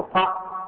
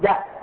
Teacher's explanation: القاء هذا حرف قرشي مفخم، وجاء هذا حرف يمني مرقق. الجاء هي القاء لكن هذا مفخم ومرقق نفسه ما يتغير.